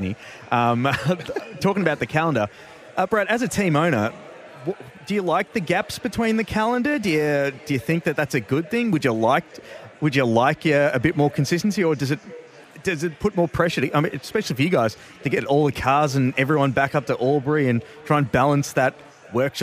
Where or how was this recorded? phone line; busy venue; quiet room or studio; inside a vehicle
busy venue